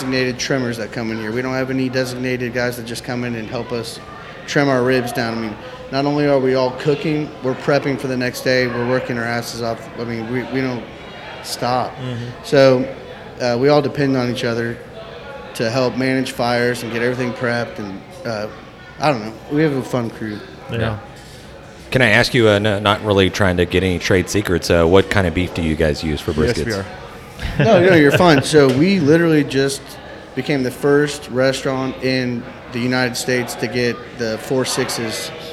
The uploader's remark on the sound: on location at Hurtado Barbecue